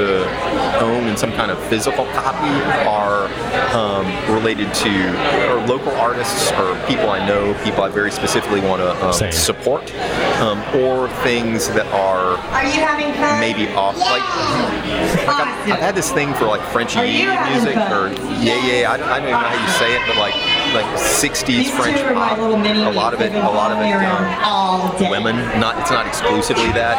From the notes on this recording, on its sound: On location at Midtown Con.